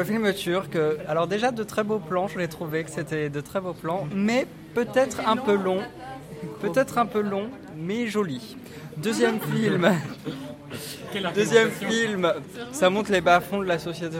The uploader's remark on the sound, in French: Radio2B s'est déplacée au 28ème festival des premiers films d'Angers, retrouvez notre équipe de reporters sur place